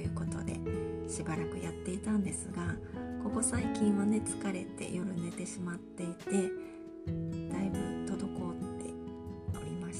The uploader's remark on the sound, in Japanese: 謎の雑音がいっぱい入っています